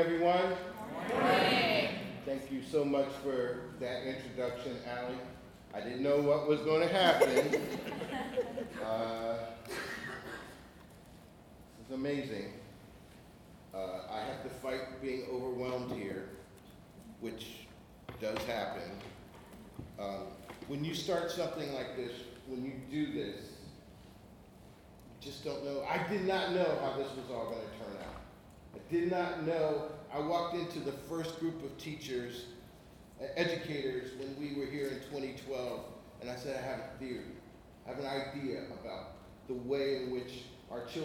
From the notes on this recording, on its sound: speaking at the first ever Innocent Classroom Conference on August 18, 2018 in Omaha, Nebraska